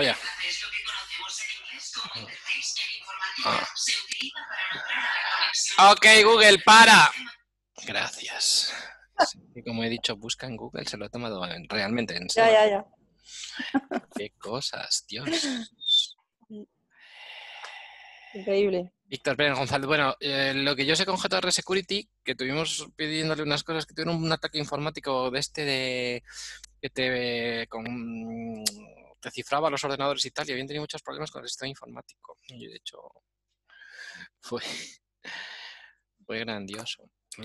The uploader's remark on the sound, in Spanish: Audio del webinar. Audio del webinar sobre iluminación con tiras de LED RGBW y el módulo Z-Wave RGBW de Fibaro .